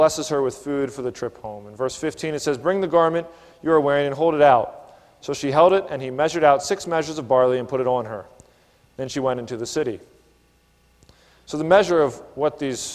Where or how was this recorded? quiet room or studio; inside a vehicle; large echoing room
large echoing room